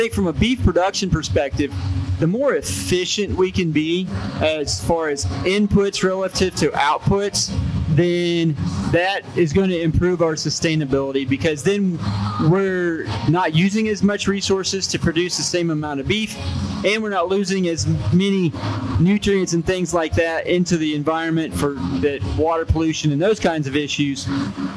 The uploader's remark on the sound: Cattle Chat Live at the Kansas State Fair